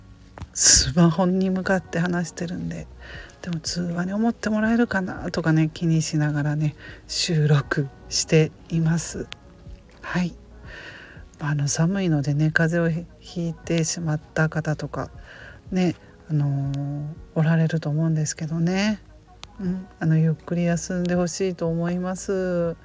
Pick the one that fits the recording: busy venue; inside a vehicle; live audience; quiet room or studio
inside a vehicle